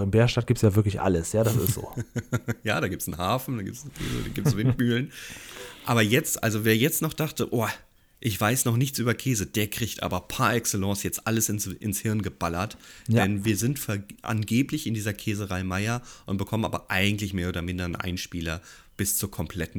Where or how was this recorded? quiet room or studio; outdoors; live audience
quiet room or studio